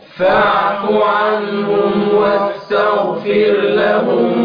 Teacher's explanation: هنا واستغفر هي راء مرققه